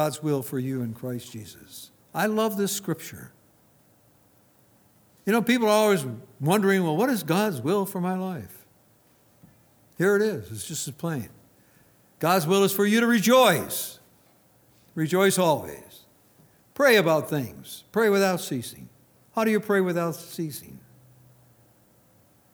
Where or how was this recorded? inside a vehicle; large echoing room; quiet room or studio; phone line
large echoing room